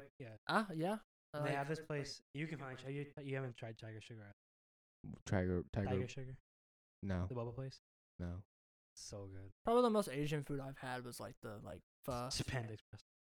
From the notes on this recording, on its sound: We're really sorry about the video and audio issues this week, we're still getting the hang of this.